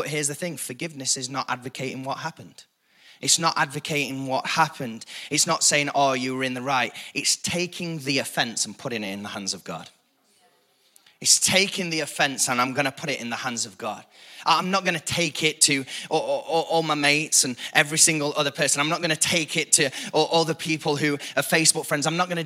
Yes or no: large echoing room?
yes